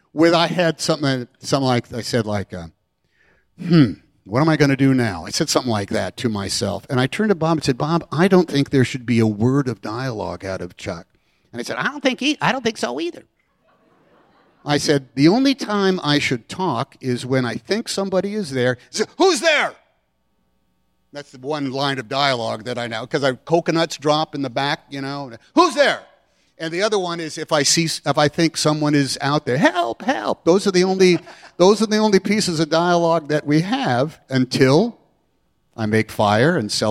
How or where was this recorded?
live audience